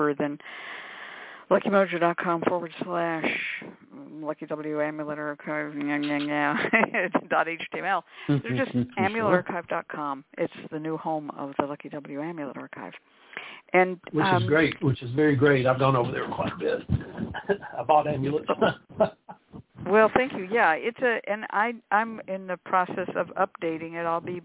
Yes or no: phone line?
yes